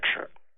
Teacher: 念这个字的时候一定是齿音，牙齿发的音